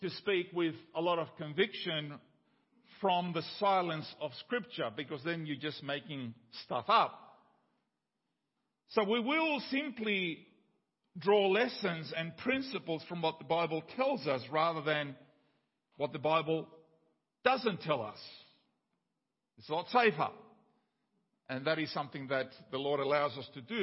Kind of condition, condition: setting, large echoing room